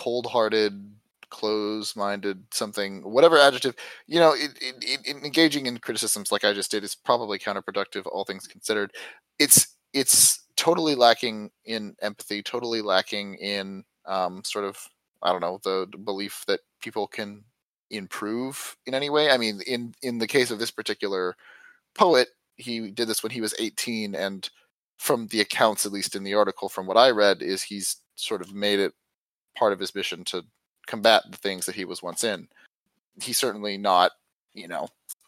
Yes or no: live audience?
no